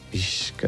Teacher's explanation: És com una S que la K l'arrossega un poc cap darrere. Però que no cal ni que ho pensem, perquè la nostra mateixa boca ja ho fa.